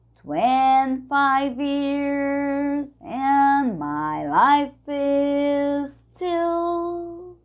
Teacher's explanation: a gente vai unir o life is e o is still